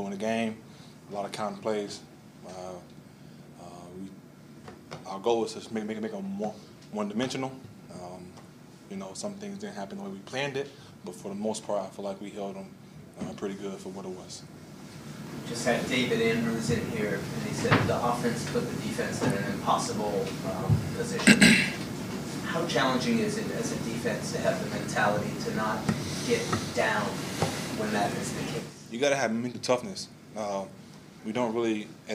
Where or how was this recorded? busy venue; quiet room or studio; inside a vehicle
busy venue